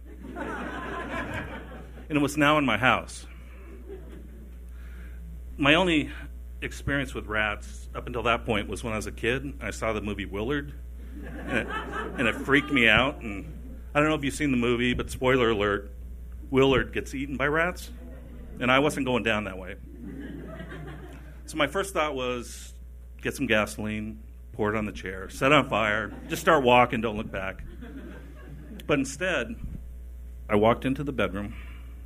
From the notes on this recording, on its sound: Chicago Rat Tales: Live at the Hideout.